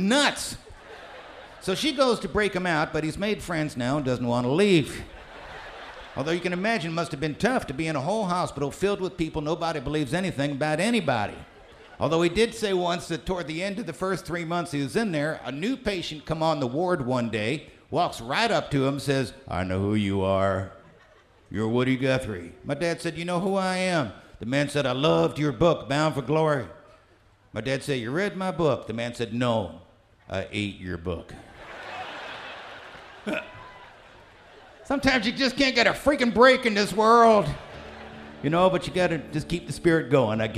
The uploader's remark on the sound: Newport Folk Festival 2009